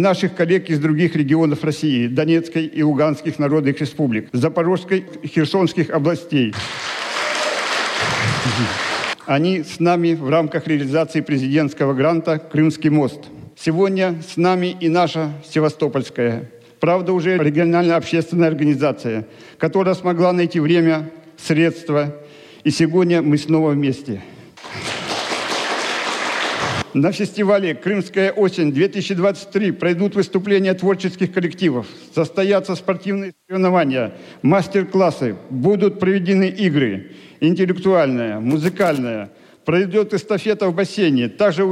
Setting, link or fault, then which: setting, busy venue